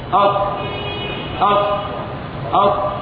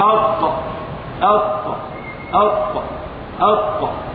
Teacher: إذا نطقت حرف الطاء ووقفت عليه ولم تعطيه صفة القلقلة لم يظهر هذا الحرف أصلا · Shown in: first take